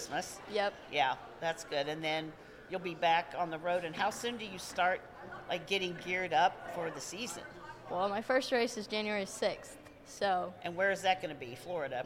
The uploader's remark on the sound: PRI 2023 Podcast Stage Interview. Was one of the Motorsports Podcasters who did a live interview at PRI in Indianapolis last week.